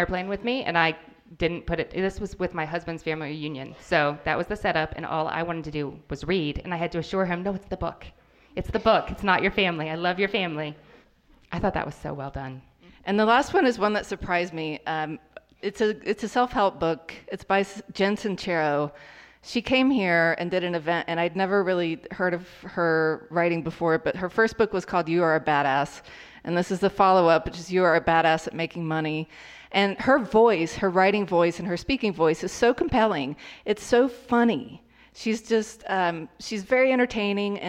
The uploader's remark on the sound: What Should I Read Next LIVE from Asheville. Malaprop's Bookstore in Asheville, NC. A WSIRN liveshow! For SEVERAL guests at the live event.